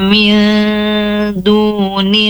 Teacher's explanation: Nun sukun atau nun mati bertemu dengan huruf dal, ya. Ikhfa dibaca samar. Min dunillahi in kuntum shodiqin.